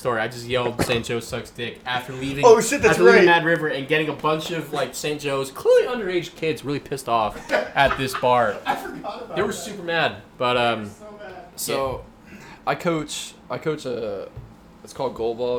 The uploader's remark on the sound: This episode was recorded live in Manayunk during Julyfest. Disclaimer: Due to some errors during recording, there is a missing piece of audio during the episode. There is also more background noise than normal due to the live setting.